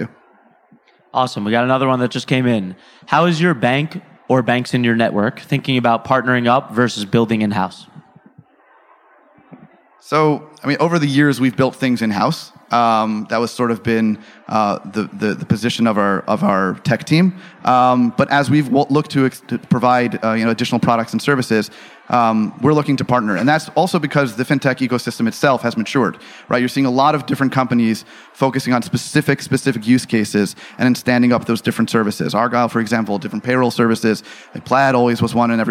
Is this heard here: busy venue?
yes